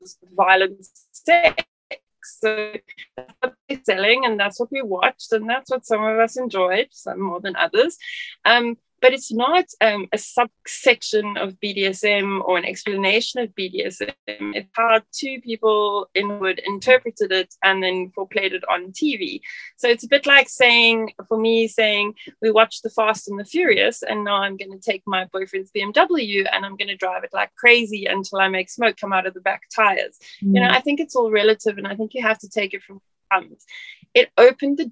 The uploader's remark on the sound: As our Zoom call began